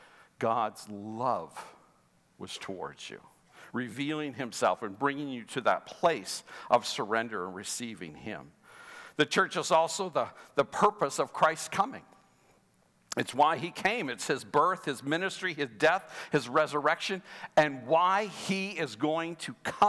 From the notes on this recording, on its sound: Sunday Service live broadcast